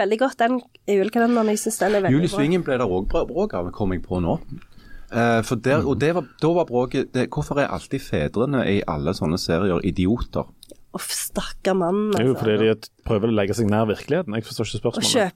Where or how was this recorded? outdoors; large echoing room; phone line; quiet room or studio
quiet room or studio